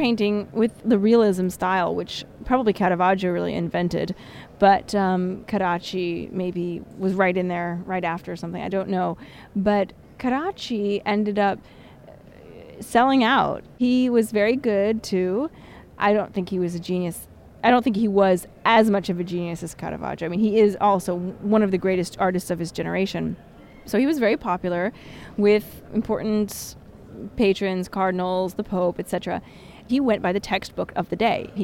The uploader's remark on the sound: a rebroadcast of our walking tour through Rome